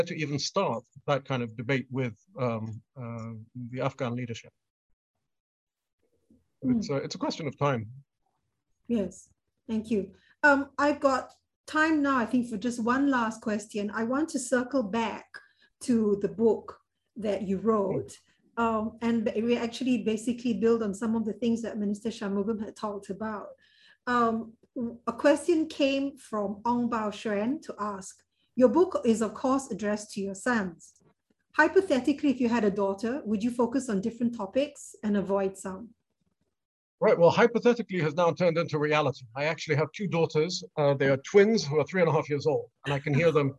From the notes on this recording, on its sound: This public lecture was conducted online via Zoom